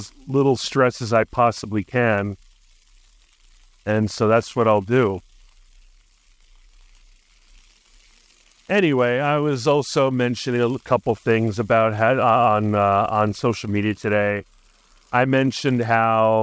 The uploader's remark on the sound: A Sunday Podcast from the Streets of Arlington. Recorded live from Penrose Square Park. Acknowledging the occasional wind disruptions that his audio might be facing, confidently asserting that Adobe will come to the rescue in minimizing the noise.